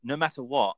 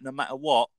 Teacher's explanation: No matter what, you're aspirating that T. · Shown in: first take